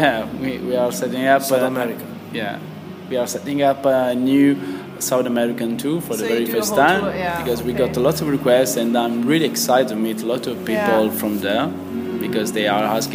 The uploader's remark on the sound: This last tunes&wings interview for 2018 was recorded at an event in Skopje.